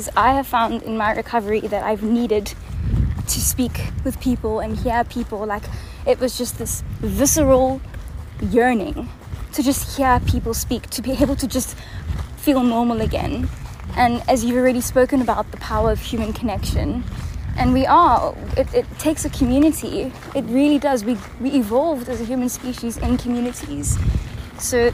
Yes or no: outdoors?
yes